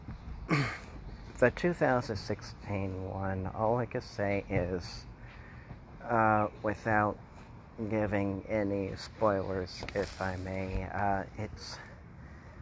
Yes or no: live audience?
no